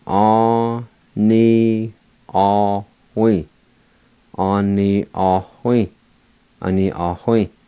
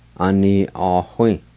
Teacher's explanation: there's a faint H sound between the A and the W